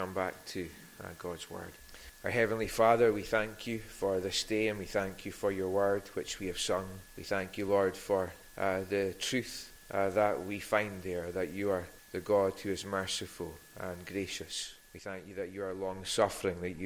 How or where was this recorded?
large echoing room